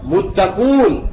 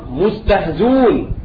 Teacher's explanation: إذا وقعت الهمزة مضمومة وبعدها واو وقبلها كسرة فإن أبا جعفر يحذف الهمز